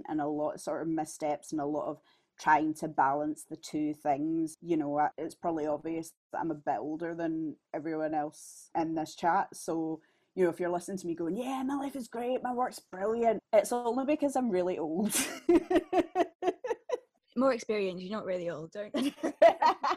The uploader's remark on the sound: Northern Natter is recorded via Zoom from Scotland and Northern England.